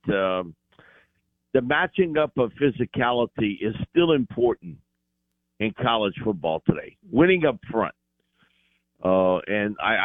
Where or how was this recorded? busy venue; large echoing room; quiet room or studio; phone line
phone line